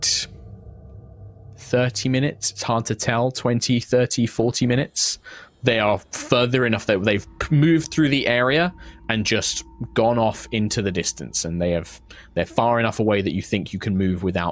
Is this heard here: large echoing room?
no